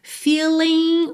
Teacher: Feeling, o G final também não é pronunciado